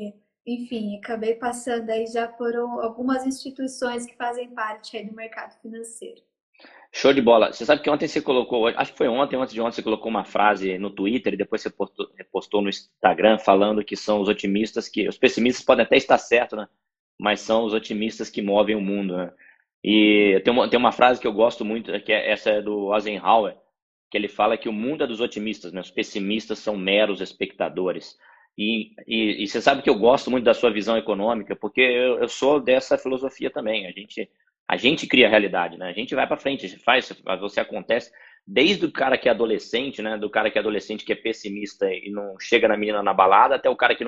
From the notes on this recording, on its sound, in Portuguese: Esse podcast foi gravado durante uma live no Instagram.